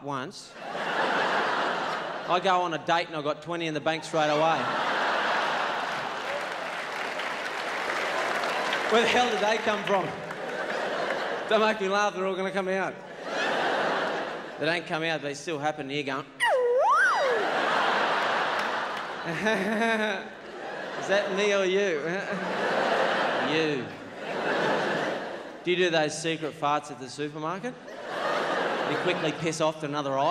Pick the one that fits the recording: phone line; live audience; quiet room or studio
live audience